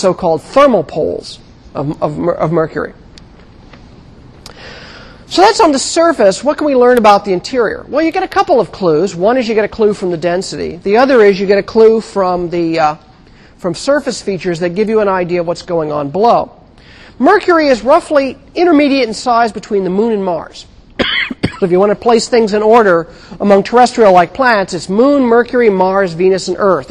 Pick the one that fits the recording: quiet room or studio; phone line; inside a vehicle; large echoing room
large echoing room